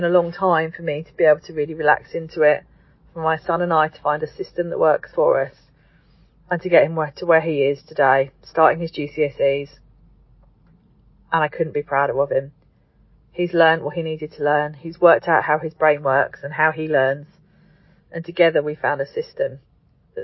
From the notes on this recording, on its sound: as I sit in the car outside my son's exam centre